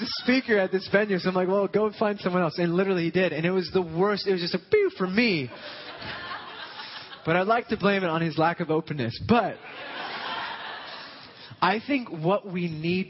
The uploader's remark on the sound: Session 1 from the Empowered Conference 2013 in Long Beach, CA.